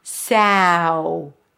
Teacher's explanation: Ah, it's actually the ah, as in the word cat, sa, sa. It's like you're about to say sat, but instead of the T, you go into an oo sound, sow. Close it with a TH, south, south.